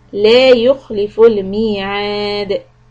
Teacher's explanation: Stop with qalqala on letter dal